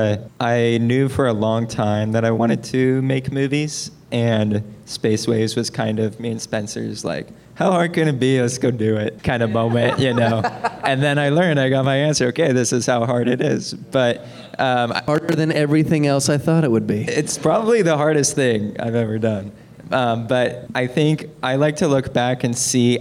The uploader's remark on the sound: The Q&A Panel from the Space Waves World Premiere.